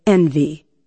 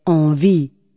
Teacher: The sound in French is a pure nasal sound with no trace of the N sound in it. · Shown in: second take · In English, you say envy, but in French, you say envie.